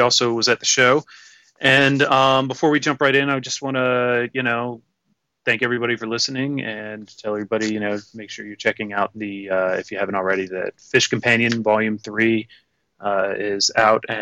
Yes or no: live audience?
no